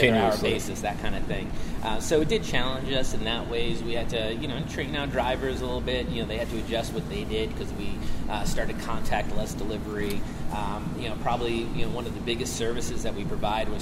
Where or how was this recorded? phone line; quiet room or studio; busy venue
busy venue